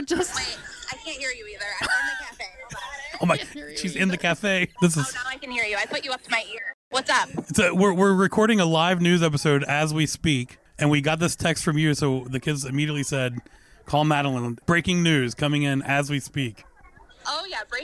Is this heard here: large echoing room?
no